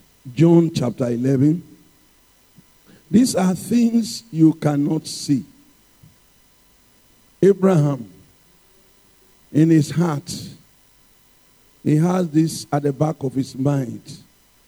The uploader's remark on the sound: Sermon preached at CBC Adabraka Campus.